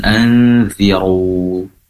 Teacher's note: ikhfa hakiki, dengungnya juga lebih lama